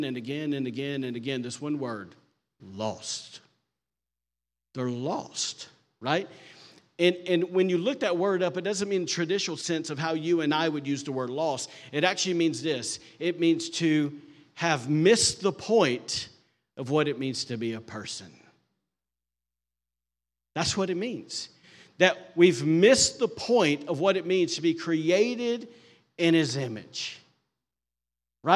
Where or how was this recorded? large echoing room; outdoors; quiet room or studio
large echoing room